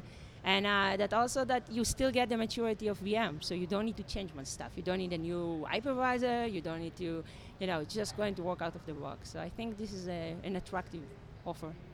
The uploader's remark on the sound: Live from EMC World 2016!